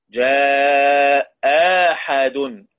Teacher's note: عشان الحاء، الحاء مفتوحة، يبقى حركتين اتنين فقط